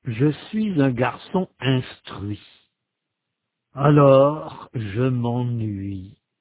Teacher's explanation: Pour prononcer le son U, comme dans bruit et lui, la langue est appuyée contre les dents inférieures pour prononcer le son U et reste dans cette position pour prononcer le son I. · Term: la semi-voyelle U